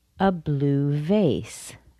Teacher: Blue still has stress. Vase has more stress